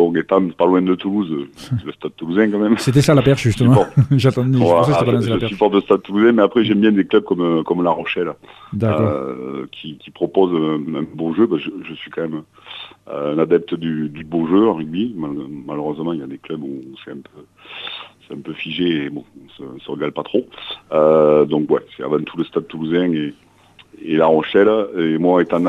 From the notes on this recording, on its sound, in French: Reçoit par téléphone le dessinateur.